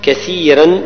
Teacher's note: فيها الراء مرققة لأنها سبقت بياء ساكنة